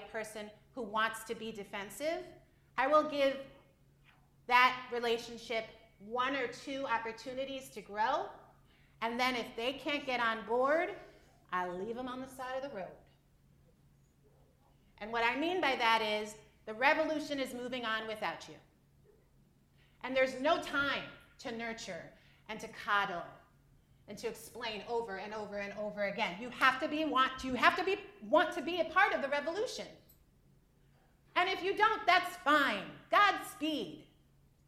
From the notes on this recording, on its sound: Live in Omaha. As the keynote presentation for Human Resources Association of the Midlands Diversity & Inclusion luncheon.